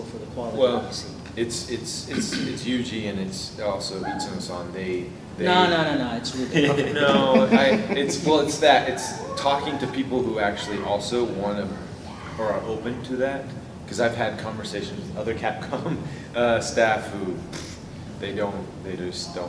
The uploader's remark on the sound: Devil May Cry 5 Press Conference | ConnectiCon 2019.